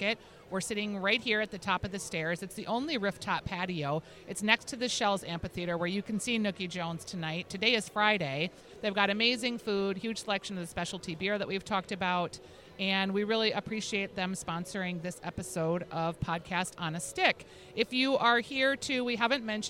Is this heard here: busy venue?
yes